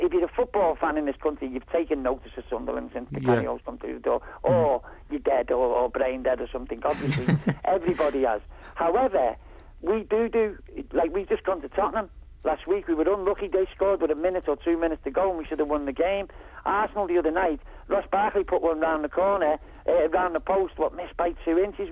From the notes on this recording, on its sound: In the studio. On the phone.